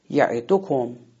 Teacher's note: حرف سوم تکیه میگیره میشه حرف دال